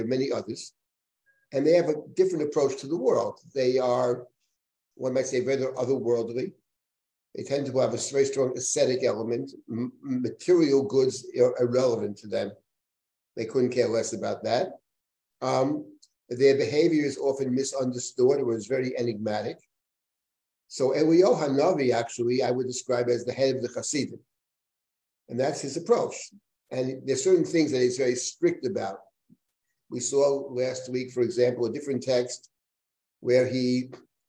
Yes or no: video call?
yes